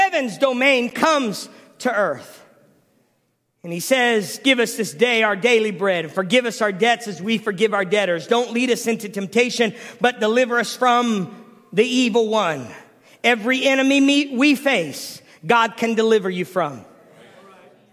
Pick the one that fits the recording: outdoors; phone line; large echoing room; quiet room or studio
large echoing room